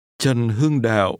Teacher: The tones are low, falling, Trần, mid-level, Hưng, and low, falling, broken. Đạo, Trần Hưng Đạo.